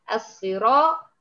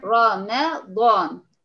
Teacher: الراء في الصراط هي مفخمة أكثر من الراء في رمضان · Term: التفخيم